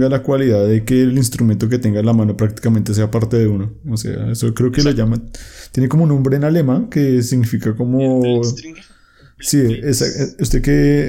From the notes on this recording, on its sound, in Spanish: Problemas con el audio, disculpen las molestias.